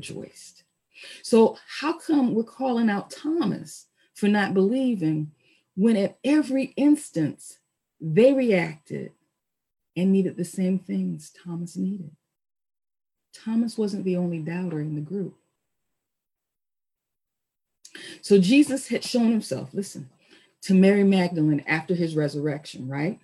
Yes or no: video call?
yes